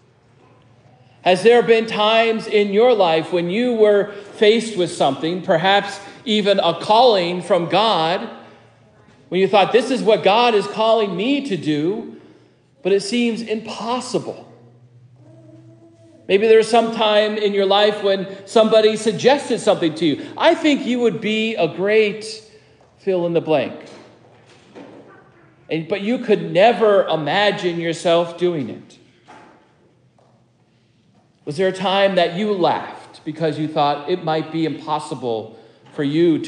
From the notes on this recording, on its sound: preaches at Prince of Peace Lutheran Church in Kensington, CT